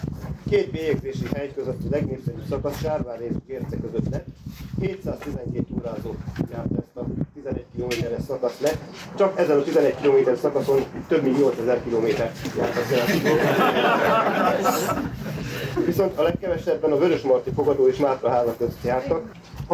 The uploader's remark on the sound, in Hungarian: Amely rendhagyó módon nem egy személyesen vagy online felvett beszélgetés, hanem tudósítás egy rendezvényről.